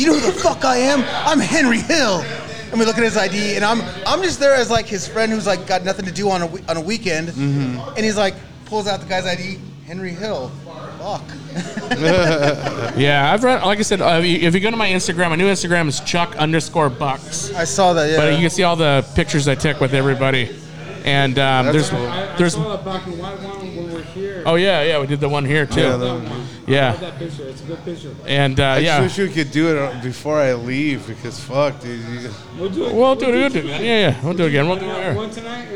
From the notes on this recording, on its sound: Booze and the Dudes Live from the 3 Iron Brewery